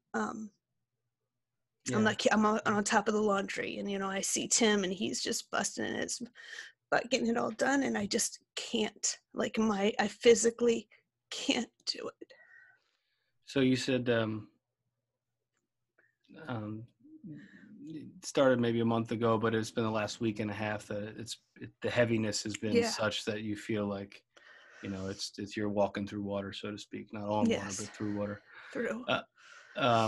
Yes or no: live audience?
no